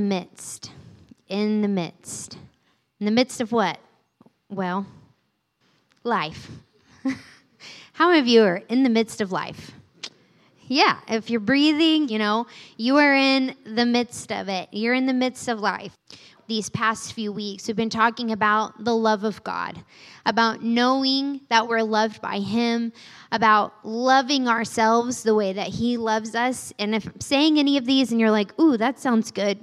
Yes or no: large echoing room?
yes